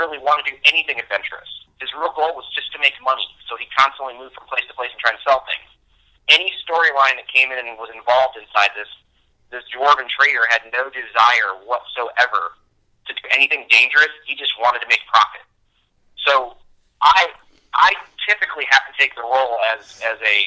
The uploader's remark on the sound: We had set up a SKYPE session but it didn’t work out well so we ended up just putting him on speaker